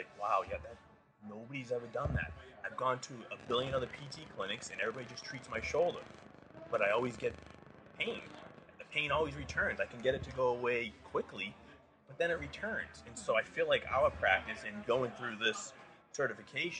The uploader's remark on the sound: This episode was literally recorded while. Having lunch a the Titleist Performance Institute's Level 1 certification course in Rhode Island.